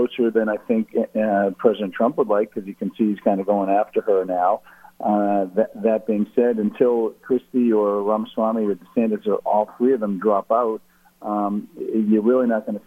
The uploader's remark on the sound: called into GMNH